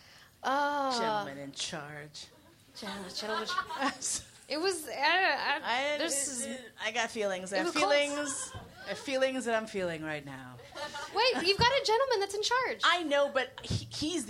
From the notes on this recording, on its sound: AUDIENCE Q&A